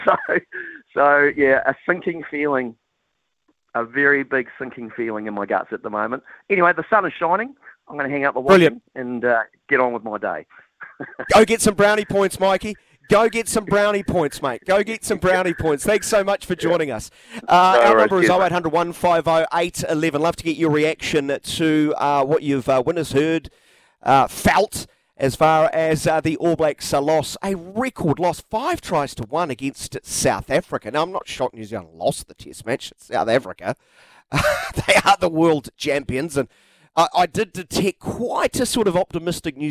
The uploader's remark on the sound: hits the phone and text lines to get the listeners opinions